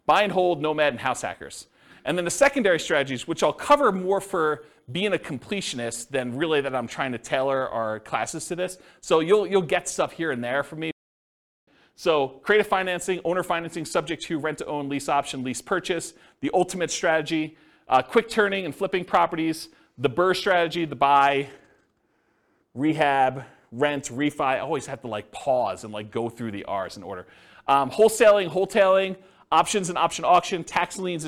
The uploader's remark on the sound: This was a live class recorded